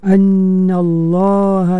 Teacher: Tebalkan lafaz Allah itu. Lam pada lafaz Allah itu ditebalkan.